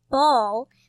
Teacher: So when I say a word like ball, my lips start together and then come apart, and my tongue is lower in my mouth and then comes up and touches my front teeth to make the sound